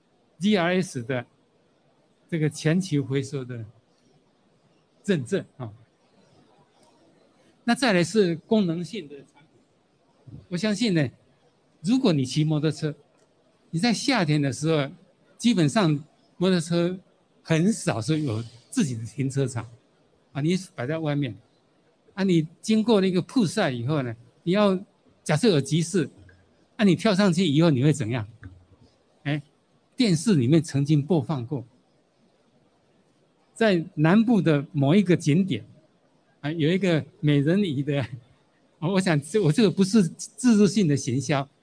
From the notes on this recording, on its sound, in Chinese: 本集節目於2022年「台北國際塑橡膠工業展（TaipeiPLAS）」展期間錄製。於南港展覽館1館同期舉行。